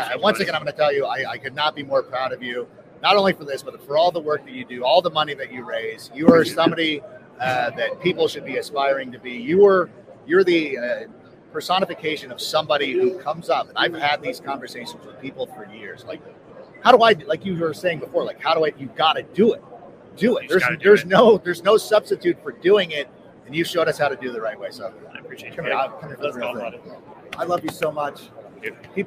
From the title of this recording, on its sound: Live From Super Bowl LVIII